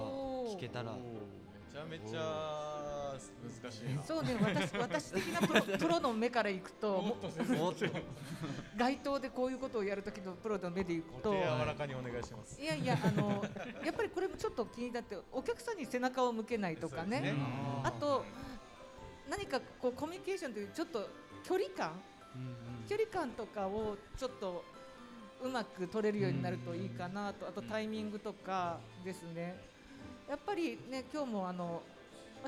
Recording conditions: live audience